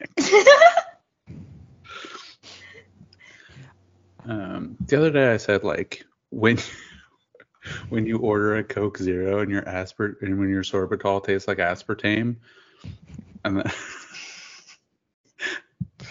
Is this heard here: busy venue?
no